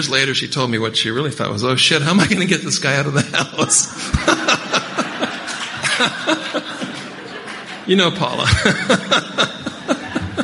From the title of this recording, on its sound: Friday Night Speaker - 2017 Ontario Conference